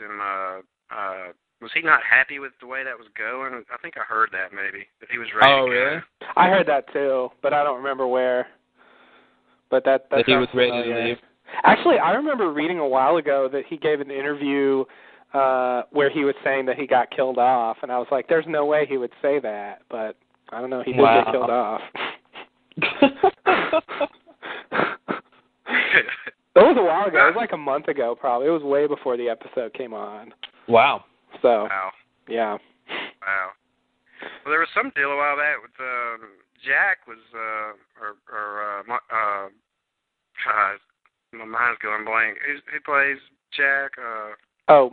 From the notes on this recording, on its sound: Recorded Live on Talkshoe